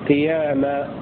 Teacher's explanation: وقرأ الباقون بألف تمد المقدار حركتين